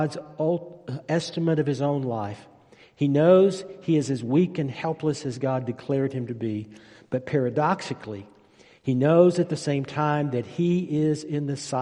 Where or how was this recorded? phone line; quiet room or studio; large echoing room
large echoing room